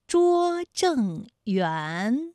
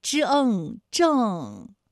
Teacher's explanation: 园的韵母是乌安，它就是前鼻韵母，正是后鼻韵母